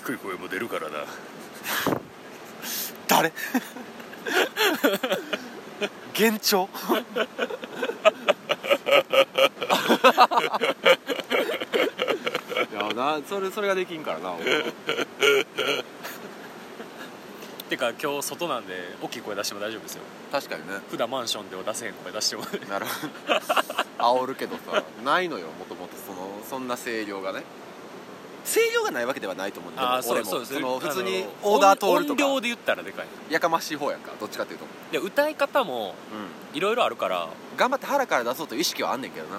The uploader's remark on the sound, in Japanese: 夜中の鴨川収録